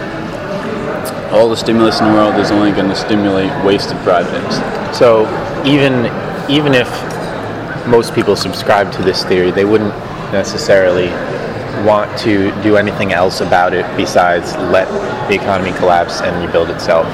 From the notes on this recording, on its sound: This interview was conducted during our Sunday morning breakfast, so the sounds of the dining hall are quite audible in the background.